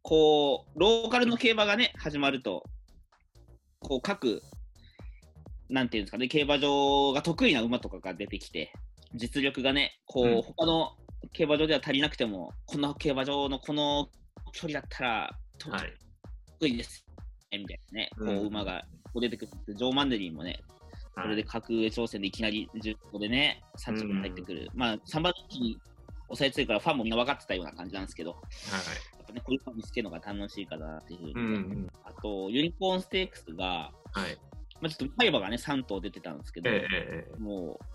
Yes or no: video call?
yes